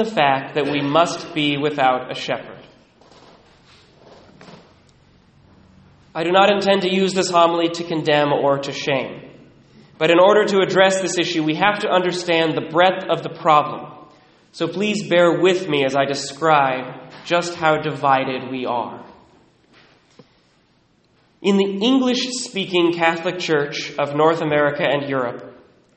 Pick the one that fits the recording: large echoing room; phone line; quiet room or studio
large echoing room